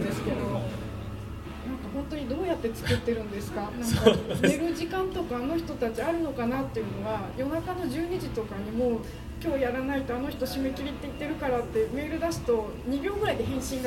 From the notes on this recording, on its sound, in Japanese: KDM.txt守山店公開録音。今回は、KDM.txt 守山店で行われました。